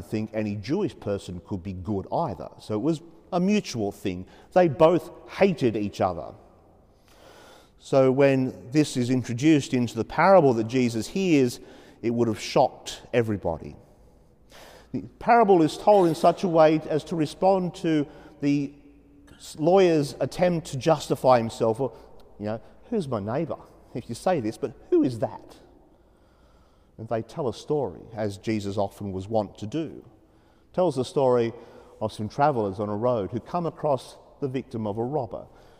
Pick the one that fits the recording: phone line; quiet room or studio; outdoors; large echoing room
large echoing room